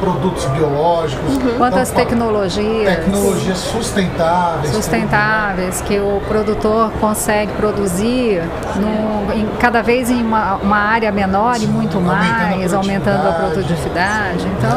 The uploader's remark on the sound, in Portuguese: Estamos ao vivo da Hortitec 2023